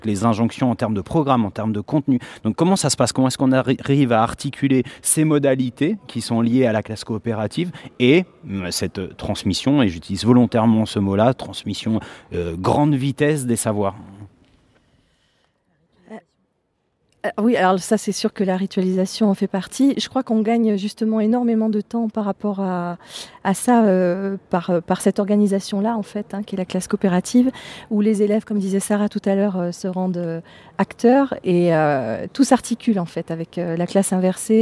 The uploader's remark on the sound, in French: une émission en direct du Collège Jean GIONO de Nice où s’est tenu le deuxième congrès des Professeurs d’Éducation Musicale Connectés